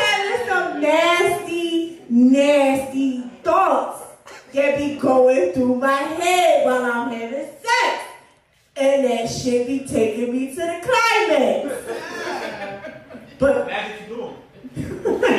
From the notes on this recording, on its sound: We go live each month with a live audience at DripsxFashion in Absecon NJ.